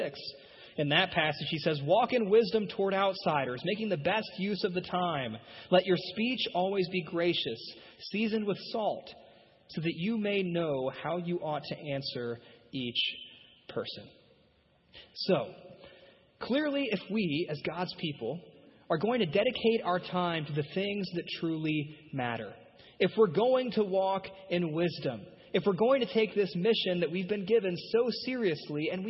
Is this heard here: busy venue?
no